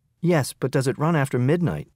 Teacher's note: Falling Intonation. I assume I know the answer.